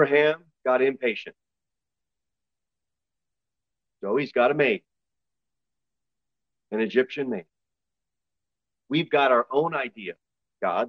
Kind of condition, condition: setting, large echoing room